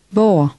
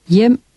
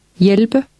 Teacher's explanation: in Danish, the H is silent in words that begin with HV and with HJ